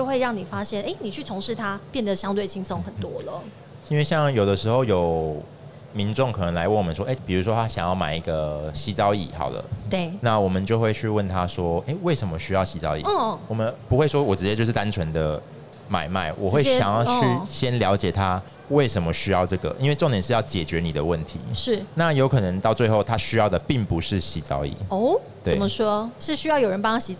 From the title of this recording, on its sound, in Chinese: 2022 Medical Taiwan台灣國際醫療暨健康照護展 -Live Podcast